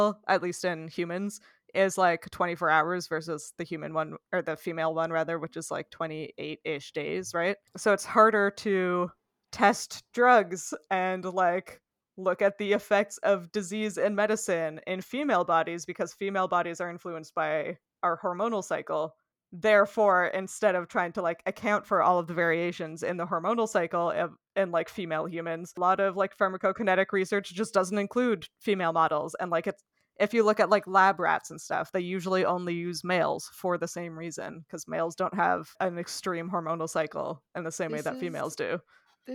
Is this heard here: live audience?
no